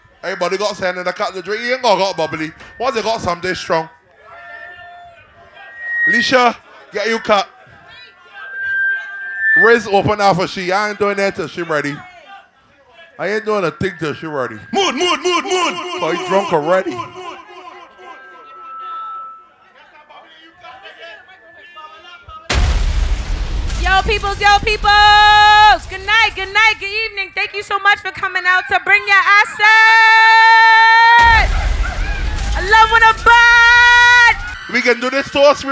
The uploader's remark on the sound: LIVE AUDIO FROM 'BRING YA ESSENCE - CHAPTER 2'. BARBADOS.